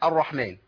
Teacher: الرحمن، الراء مشدده بالفتح مفخمه